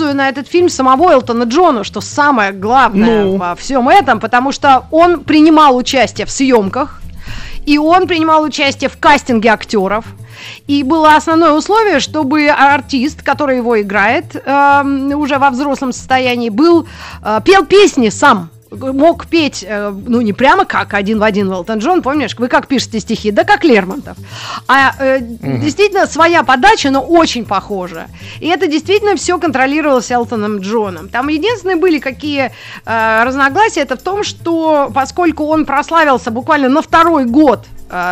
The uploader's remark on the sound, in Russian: По телефону.